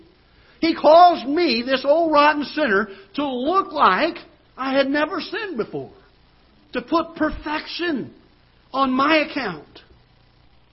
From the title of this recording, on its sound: Ketha Heights Baptist Church ~ Live Broadcast